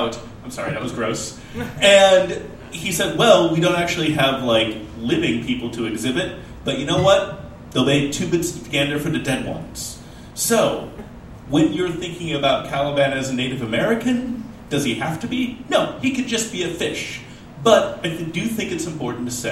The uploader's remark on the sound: This episode was recorded live at The Steep and Thorny Way to Heaven , a Portland art space.